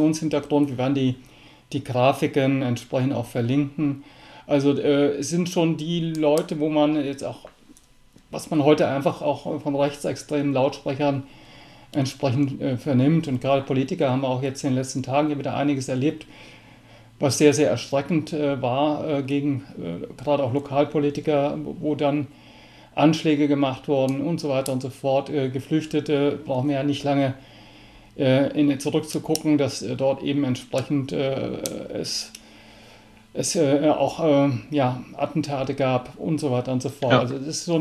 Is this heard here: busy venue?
no